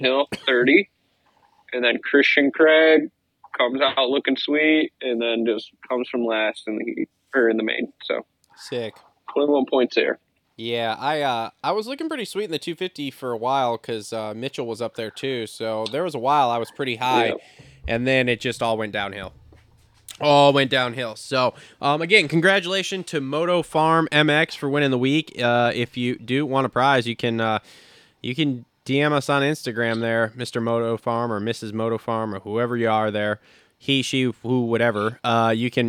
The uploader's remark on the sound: Get on the phone.